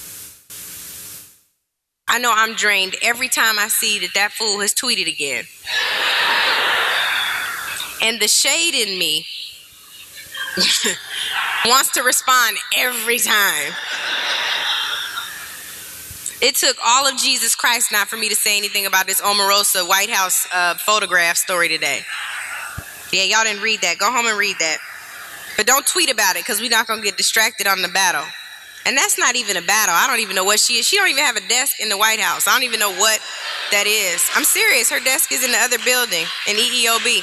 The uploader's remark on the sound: Gave to a packed house and overflow room! A packed house (and overflow room!!) at the California African American Museum (CAAM). The lecture was a part of their Activism Now series.